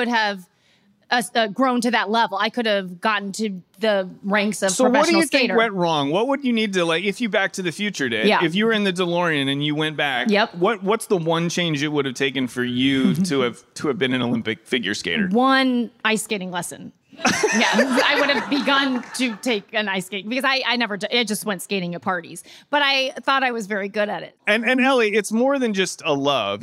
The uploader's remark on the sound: For a special live recording in New York City!